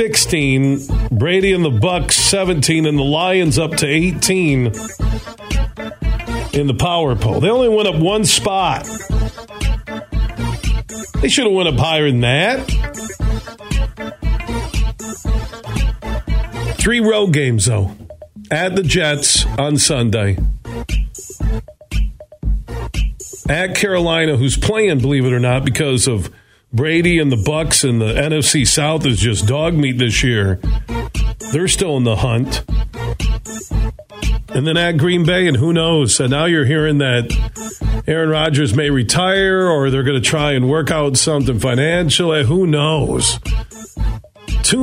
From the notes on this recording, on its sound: so we took your calls throughout the show